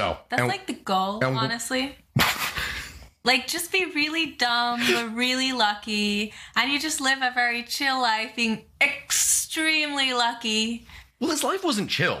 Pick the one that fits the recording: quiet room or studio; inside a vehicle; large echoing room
quiet room or studio